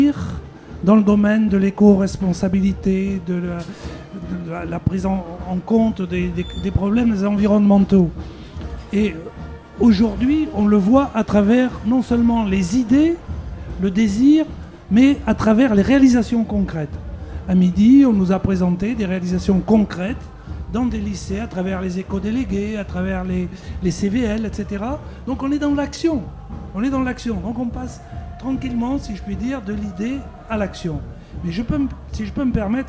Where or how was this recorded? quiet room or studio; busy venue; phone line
busy venue